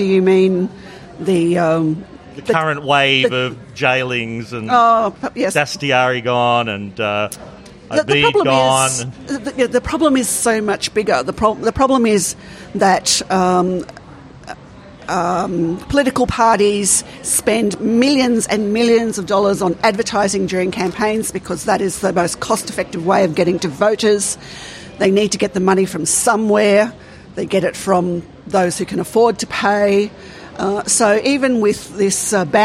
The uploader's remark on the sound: Join us for this live and extremely wonkish conversation from the wilds of suburban Sydney with two smart and informed panellists. This episode was recorded in front of a live audience at the West Ryde Hotel in Sydney.